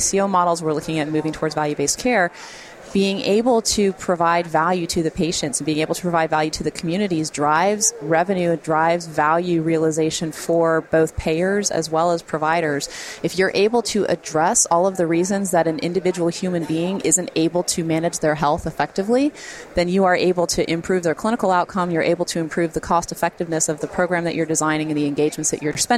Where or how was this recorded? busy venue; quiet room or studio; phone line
busy venue